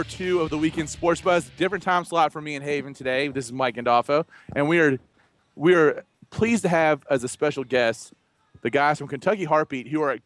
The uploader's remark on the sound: Live from Wildcat Warehouse in Fayette Mall for a special 3 hour UK/UofL pregame show!